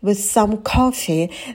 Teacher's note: На coffee мы добавляем придыхание, и далее у нас краткий звук о.